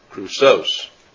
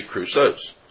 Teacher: the accent is on the last syllable · Shown in: second take · should be krousos.